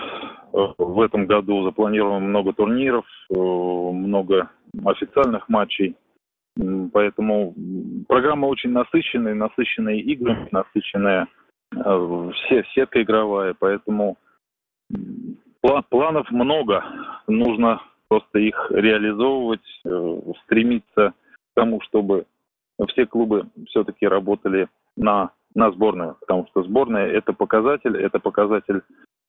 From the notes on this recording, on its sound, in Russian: Из Швеции по телефону